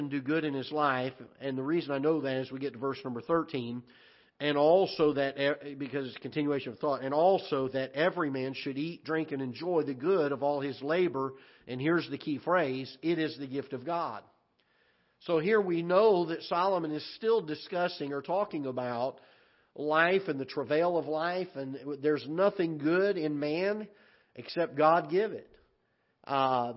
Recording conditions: large echoing room